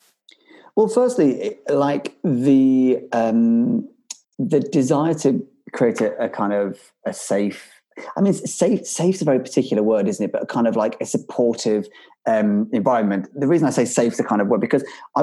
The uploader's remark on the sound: This episode was recorded over Zoom